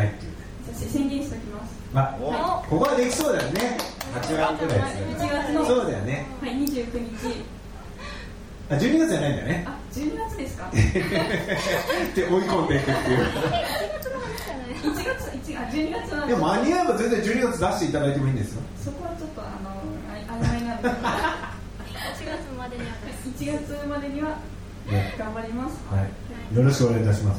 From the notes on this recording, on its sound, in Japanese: ライブ後のライブハウスでの公開ポッドキャスト収録